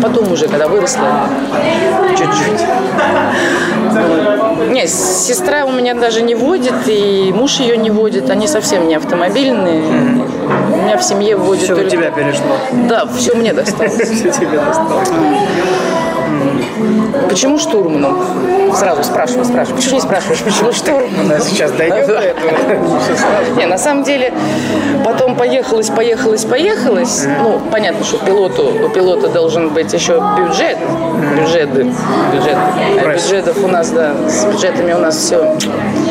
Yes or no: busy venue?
yes